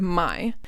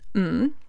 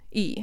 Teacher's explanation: My has a voice consonant, m, a vowel, a, and a diphthong.